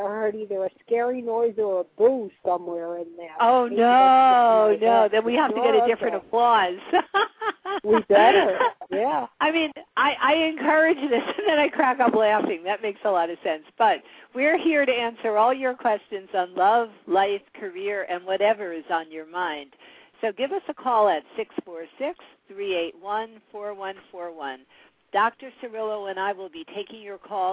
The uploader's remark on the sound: live call-in radio talk show